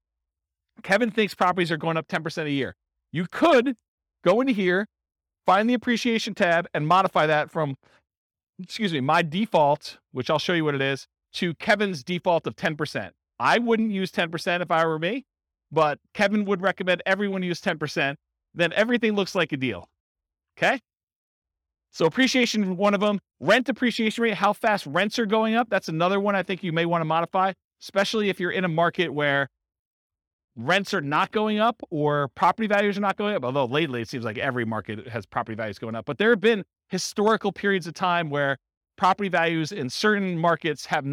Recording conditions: live audience